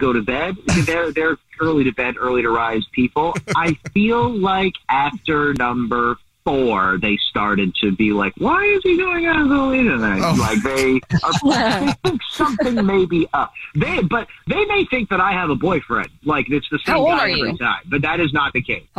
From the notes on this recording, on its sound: The man on the phone.